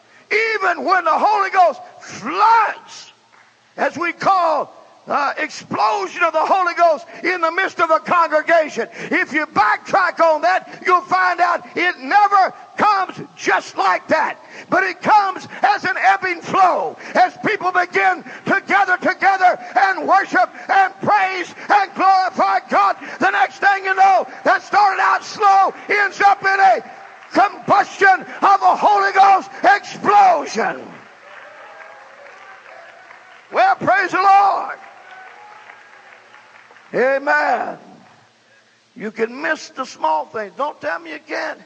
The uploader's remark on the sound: at Life Tabernacle Campmeeting 2000 in Baton Rouge LA